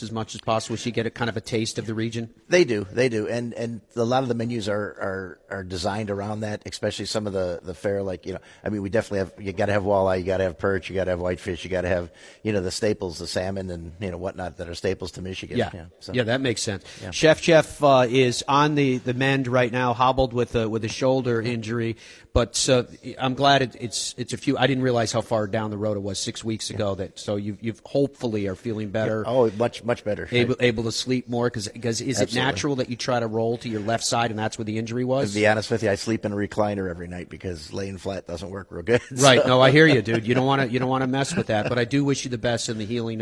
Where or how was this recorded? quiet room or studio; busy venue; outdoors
busy venue